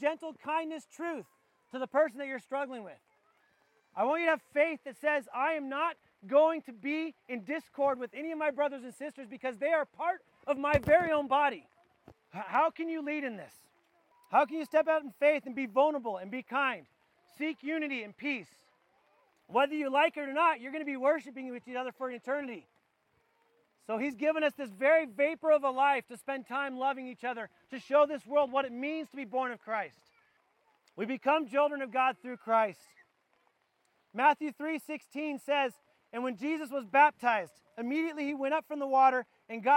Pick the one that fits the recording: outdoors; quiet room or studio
outdoors